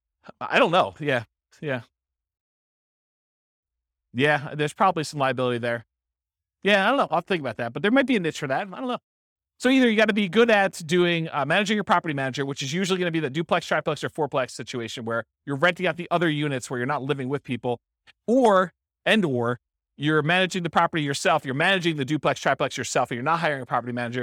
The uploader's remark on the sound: This was a live class recorded